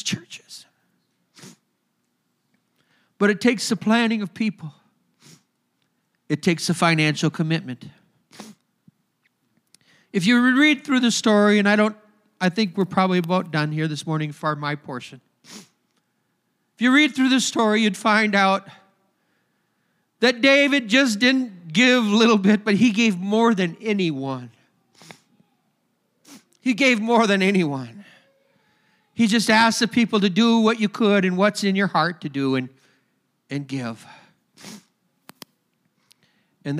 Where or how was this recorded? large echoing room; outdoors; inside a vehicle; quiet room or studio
large echoing room